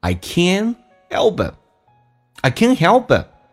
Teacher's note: help 跟 it 有一个连音叫 helpit， p 要浊化成 b 这个发音